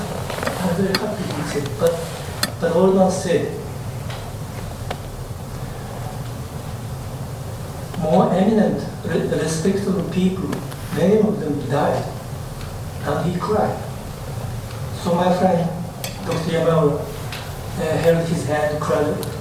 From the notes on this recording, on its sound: at the Worlds Literature Festival Salon: Tuesday 21st June 2011